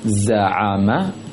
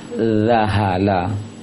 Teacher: Yang pertama za seperti z, za'ama. Yang kedua zahala, ujung lisan ke ujung gigi atas.